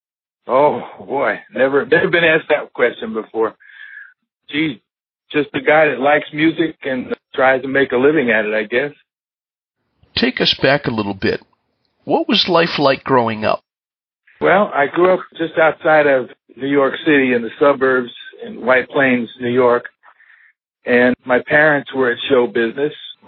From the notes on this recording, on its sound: This episode features a telephone interview